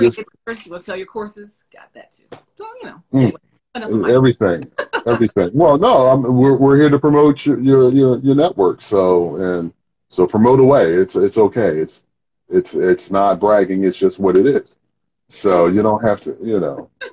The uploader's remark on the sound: Instagram Live